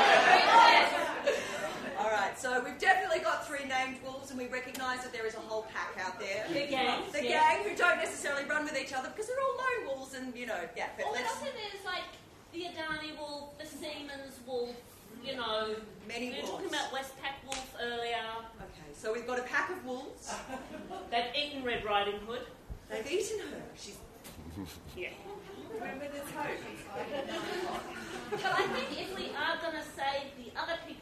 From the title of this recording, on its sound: Recorded at SFL2020